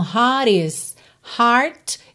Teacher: Ele não enrolou o R e botou rarara no T.